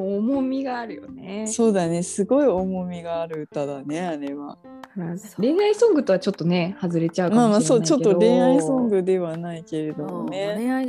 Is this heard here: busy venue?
no